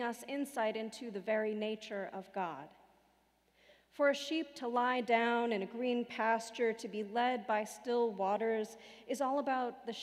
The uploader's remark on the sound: Sermons from Old South Church in Boston